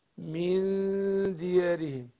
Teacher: أقول من ديارهم عندنا إخفاء النون وبعدها إيه؟ الدال، فبخفي النون عند الدال. أقول مع الغنة حركتين